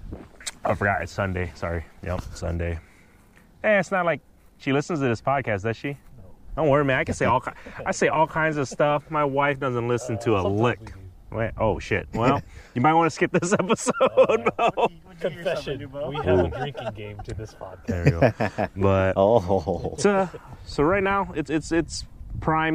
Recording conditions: outdoors